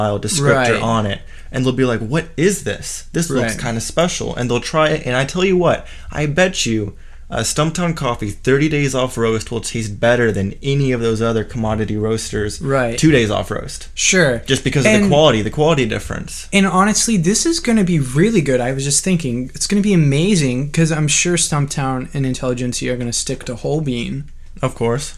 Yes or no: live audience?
no